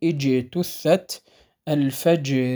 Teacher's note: ينحبس الصوت خلف وسط اللسان الذي هو مخرج الجيم، ثم ينطلق ويهتز الوتران الصوتيان عند النطق الجيم المقلقلة